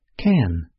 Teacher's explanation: Note that the auxiliary verb can is not stressed. It is in its so-called weak form. The normal form sounds like this, can.